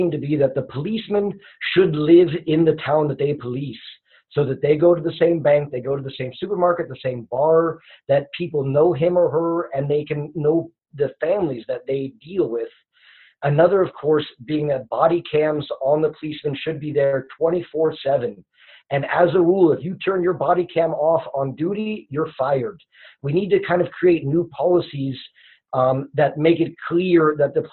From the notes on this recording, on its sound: The Carl Schurz Haus in Freiburg hosted an online panel discussion with five Americans living in Germany. The audio version of the panel is being re-broadcast here on The Expat Cast.